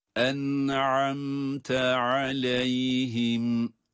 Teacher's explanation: Hem nunun okunuşunda hem mimin okunuşunda cezimli olmalarına rağmen hatta izhar olmalarına rağmen hunne sesini duyurmalıyız.